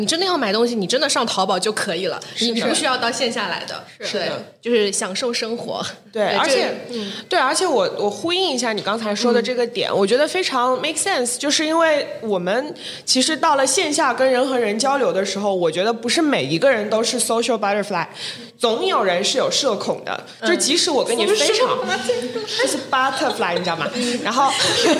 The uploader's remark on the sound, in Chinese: 滴，欢迎接收来自上海外滩BFC地下一层的声音！来到位于上海BFC外滩金融中心的小宇宙专属录音室。在BFC地下一层餐厅旁边录音：临场感满分！